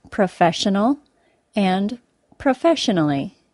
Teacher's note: Remember, we stress the word on the syllable before the tion or sion, even when al or ally is also added to the word. Listen to the syllable stress in the word profession. It is on the fesh syllable of the word. It stays there for the words professional and professionally.